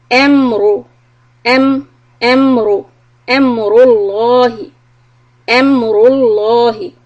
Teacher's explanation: Amrullahi. So ra dhamma is heavy and lafz jalala lam is heavy